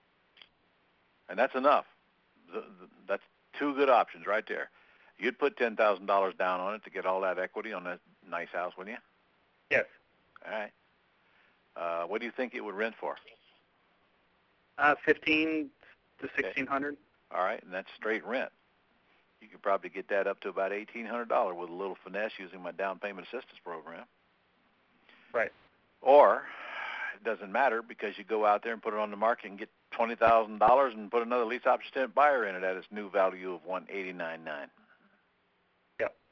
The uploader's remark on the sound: Q&A Call